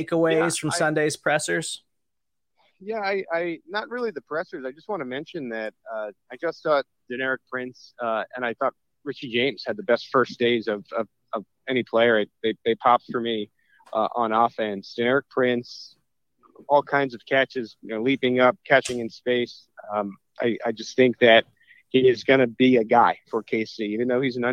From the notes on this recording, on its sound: Live from day 1 of the Kansas City Chiefs full-team practice in St. Joseph, Missouri.